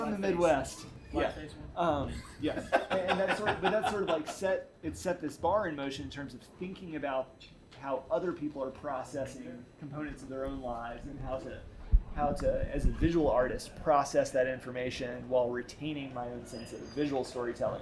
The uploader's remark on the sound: Live from DINK